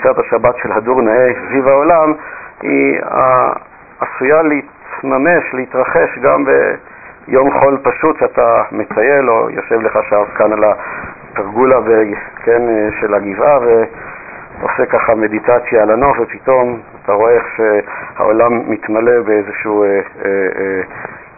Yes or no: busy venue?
no